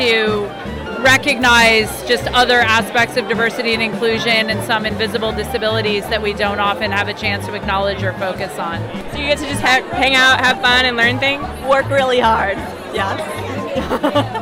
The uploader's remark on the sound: Live from SIOP. IO-on-the-street interviews at SIOP 2022, live from Seattle, Washington!